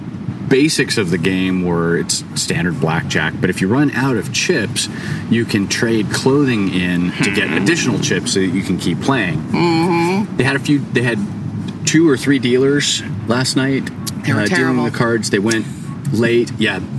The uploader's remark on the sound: They are currently at Hotel Jaco in Jako, sitting outside the bar on a picnic table with a view of the ocean.